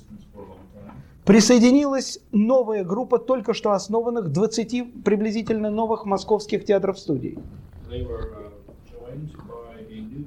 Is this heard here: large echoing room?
yes